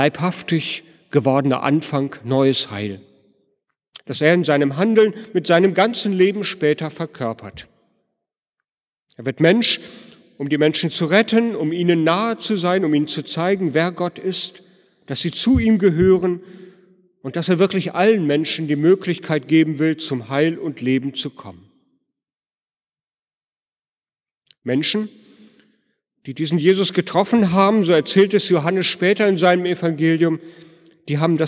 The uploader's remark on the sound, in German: Predigt am Heiligenabend in der Martin-Luther-Kirche, Detmold.